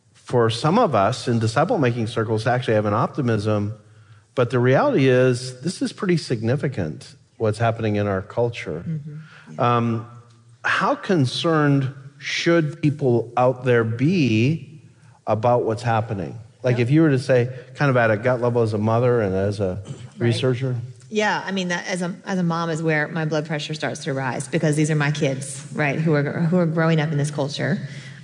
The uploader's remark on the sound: This episode is from The Bonhoeffer Project, recorded at the National Disciple Making Forum.